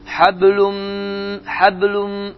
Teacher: hablun sözü undu, amma nı itir, çevrilir mimə · Term: İdğam məlğunla